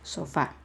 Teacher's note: el acento va en la A, en la última sílaba, sofá. Son dos sílabas, no voy a decir sofá.